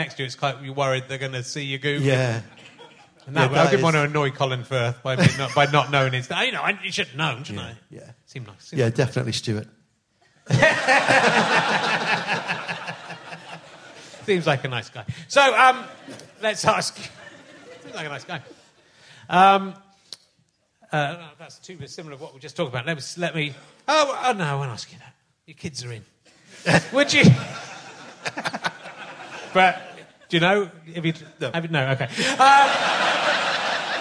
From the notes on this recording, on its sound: at the Liverpool Playhouse